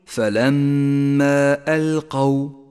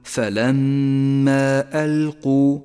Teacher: فالقاف مفتوحة وليست مضمومة · Shown in: first take · فقل: فلما ألقوا، ولا تقل: فلما ألقوا، فإنه خطأ شائع.